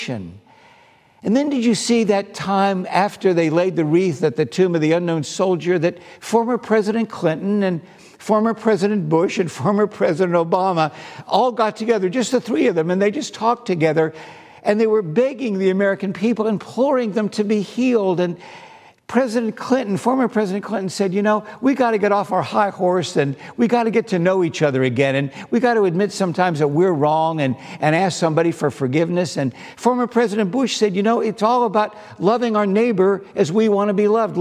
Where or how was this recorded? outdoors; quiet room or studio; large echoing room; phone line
large echoing room